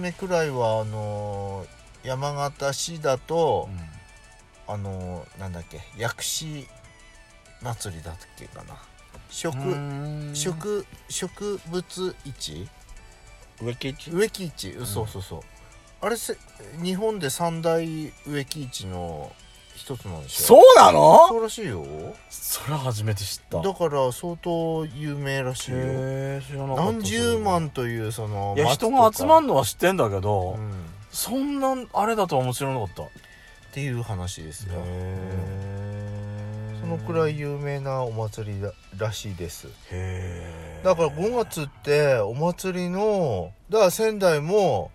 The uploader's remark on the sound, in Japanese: パーキング収録